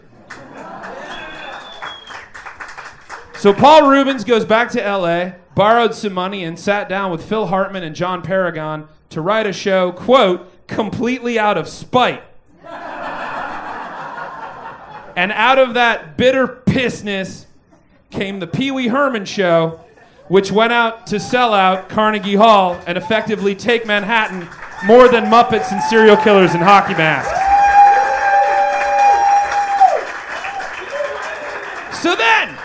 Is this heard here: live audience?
yes